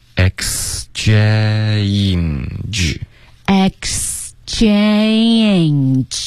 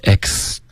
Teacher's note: 这里有一个 ae 的双元音一定要发的饱满